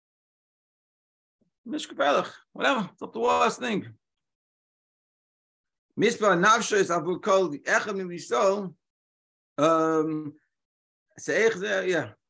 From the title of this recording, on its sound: Daily Zoom Shiur